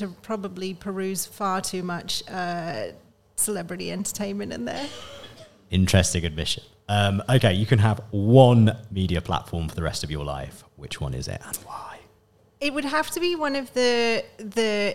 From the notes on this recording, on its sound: Havas Media Network took the podcast out of the studio to the DigiAds stage at London’s MAD//fest event in July 2023 to record an episode before a live audience.